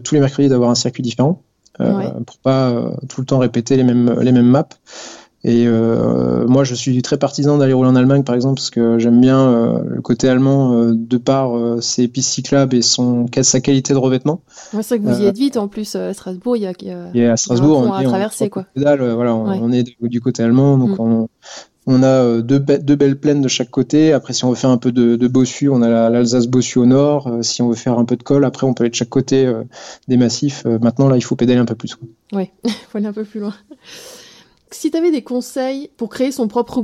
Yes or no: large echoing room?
no